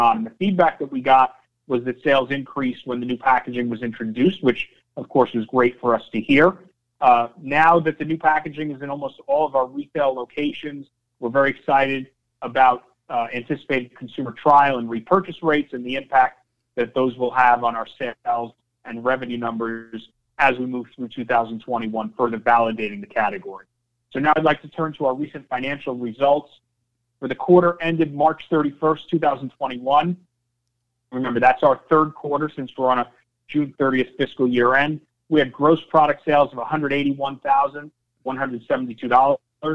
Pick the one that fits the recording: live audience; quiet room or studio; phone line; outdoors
phone line